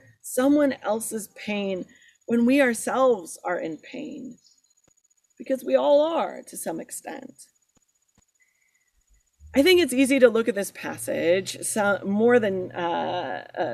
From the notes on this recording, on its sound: Sermon recorded at Garfield Community Farm